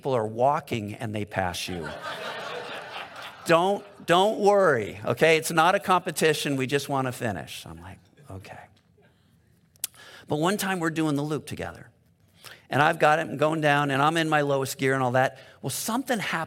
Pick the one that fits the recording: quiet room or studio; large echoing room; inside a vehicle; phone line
large echoing room